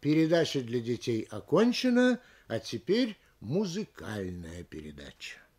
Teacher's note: Понижение на втором слове от конца. Следовательно, для того, чтобы в конце предложения прозвучала точка, голосовое понижение должно быть на последнем ударном слове этого предложения.